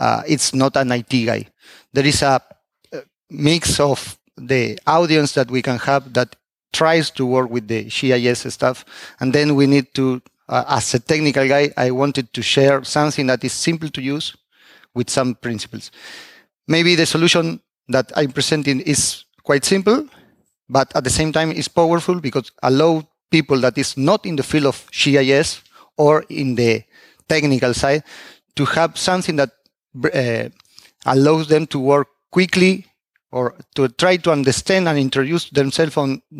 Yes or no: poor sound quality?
no